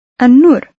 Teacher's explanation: Did you hear the long N sound in the beginning?